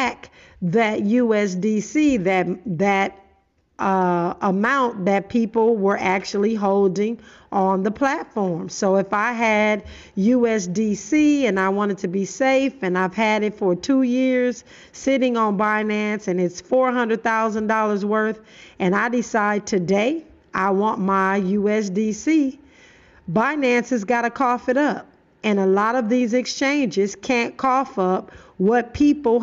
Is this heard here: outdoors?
no